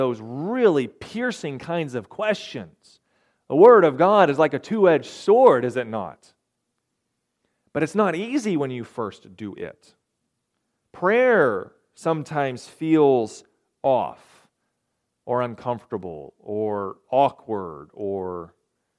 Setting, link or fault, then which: setting, large echoing room